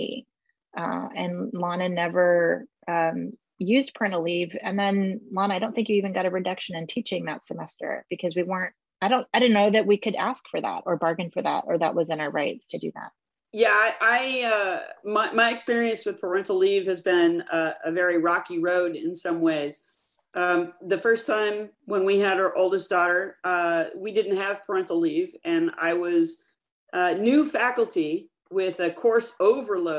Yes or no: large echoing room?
no